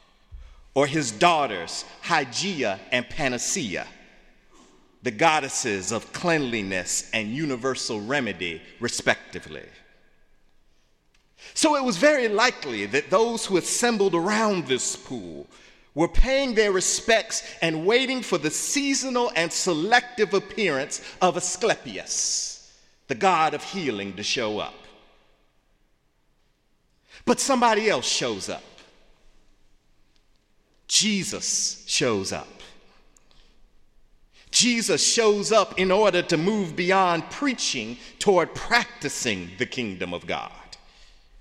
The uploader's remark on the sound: in the Memorial Church